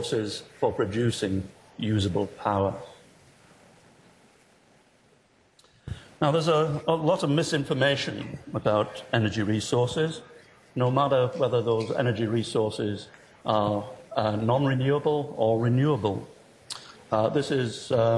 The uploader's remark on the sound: Inaugural IFE Grand Challenge Lecture, recorded 8 March 2013 at QUT